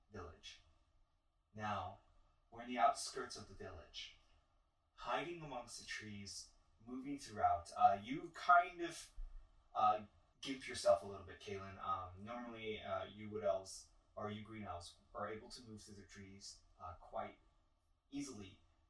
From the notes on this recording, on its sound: Sorry for the Audio Quality!